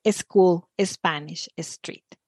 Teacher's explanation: Like, for example, for me as a Spanish speaker, little things like, for example, if a word begins with an S followed by a consonant, like Spanish, something that gives us away a lot of times is adding the E sound at the beginning